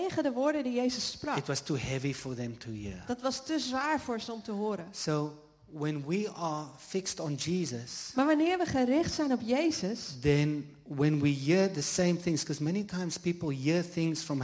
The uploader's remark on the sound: Live Sunday morning service at Jesus Revival Church in The Netherlands. English with Dutch translation.